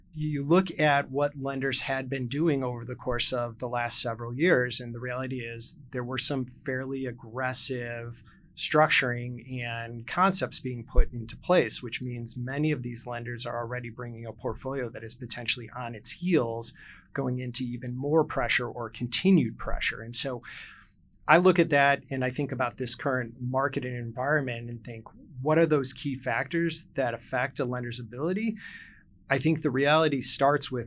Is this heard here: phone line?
no